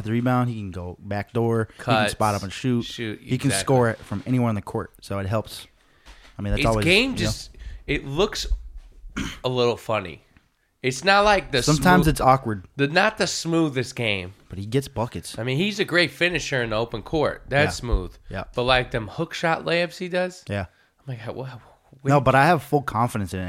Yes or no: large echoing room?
no